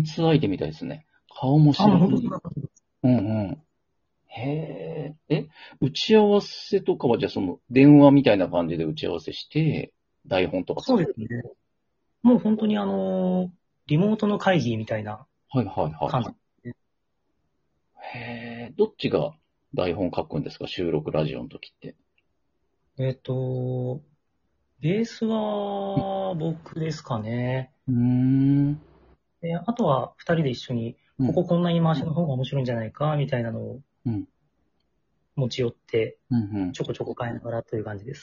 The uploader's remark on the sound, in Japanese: Radiotalkアプリの「リモート収録機能」を使って、ラジオトーカーさんをお友だち数珠繋ぎ方式でゲストにお呼びしていきます！リモート収録 #ラジオトーカー #ゲストと一緒に配信 #2人組 #笑い声あり。